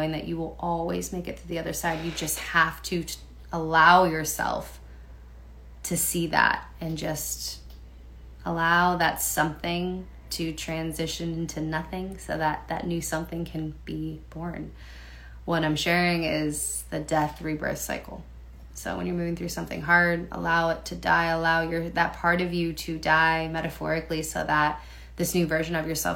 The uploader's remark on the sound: Resharing this audio from an IG LIVE